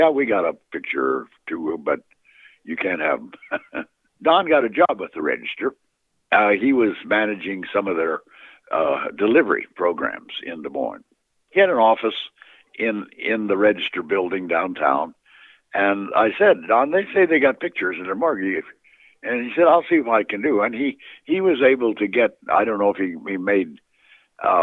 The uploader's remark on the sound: phone interview